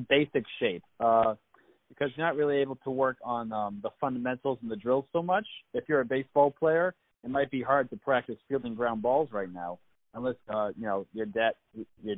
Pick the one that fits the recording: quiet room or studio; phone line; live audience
phone line